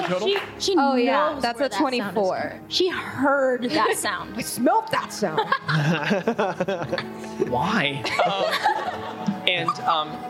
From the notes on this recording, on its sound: A recording of our Live Show from October of 2022!